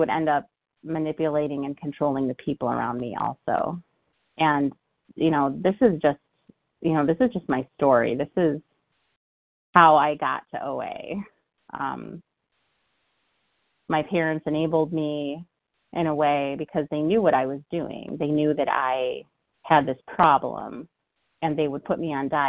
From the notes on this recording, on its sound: From the 100 Pounders Phone Meeting.